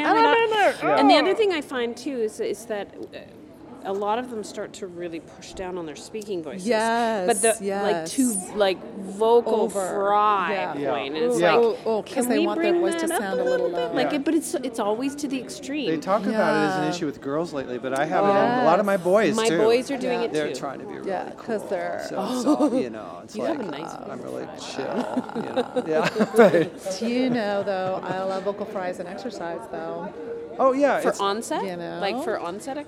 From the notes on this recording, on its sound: Recorded from the 2018 NATS convention in Las Vegas. Impromptu podcast.